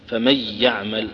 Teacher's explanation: ورد عن حمزة أنه من رواية خلف يقرأ بدون غنة · Term: الإدغام بغير غنة